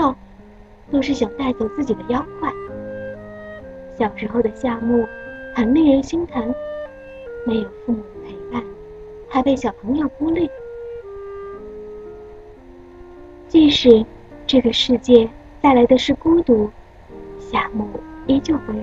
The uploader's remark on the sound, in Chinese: 纯天然杂音无码版